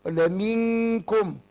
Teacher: الإخفاء هنا أنا هرقق الغنة عشان الكاف حرف مستافل حرف مرقق.